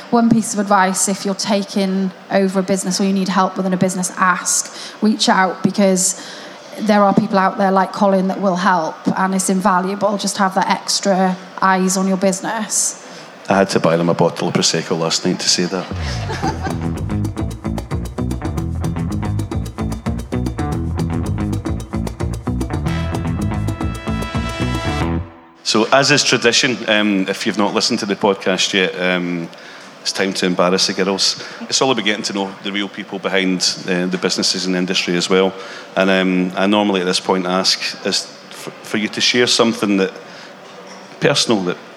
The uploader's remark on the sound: LIVE from The Print Show 2023. Experience a live recording of the industry’s trailblazing podcast at The Print Show 2023.